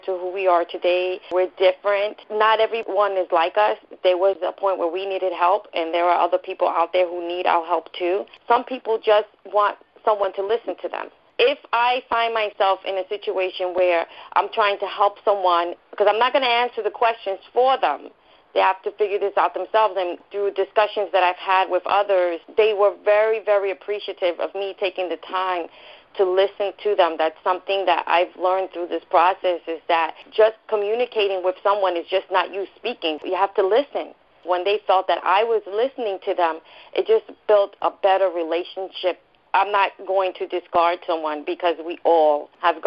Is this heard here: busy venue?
no